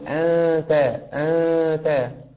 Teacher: وكذلك قوله تعالى إنك أنت، كلمة أنت نون ساكنة وأتى بعدها حرف تاء، فلابد وأن نخفي النون الساكنة ها هنا بمقدار حركتين مع الغنة، فتقول أنت أنت.